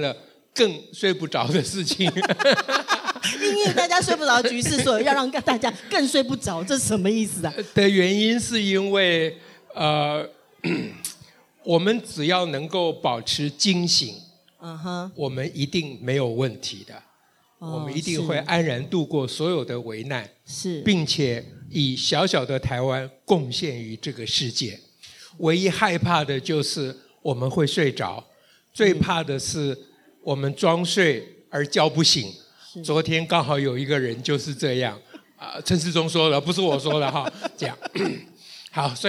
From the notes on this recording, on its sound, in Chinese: 台北聚賢會現場Podcast